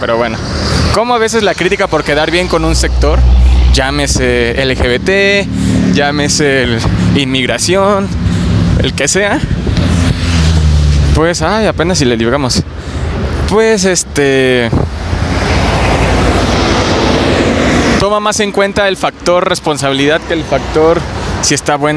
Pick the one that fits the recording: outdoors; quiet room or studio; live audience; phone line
outdoors